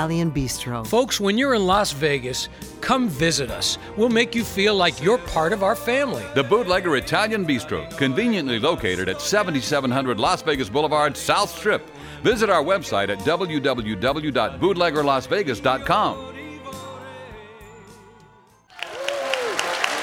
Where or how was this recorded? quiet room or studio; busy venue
busy venue